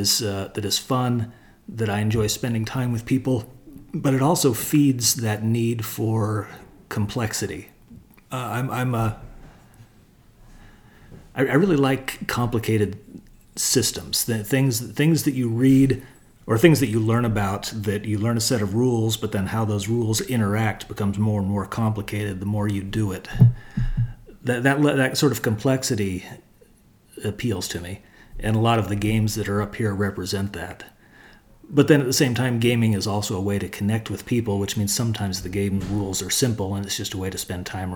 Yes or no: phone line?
no